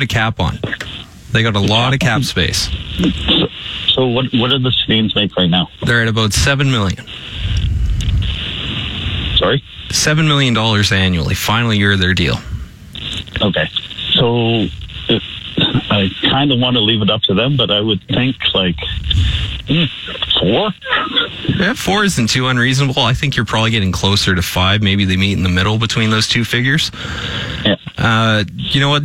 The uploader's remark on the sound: they open up the phone lines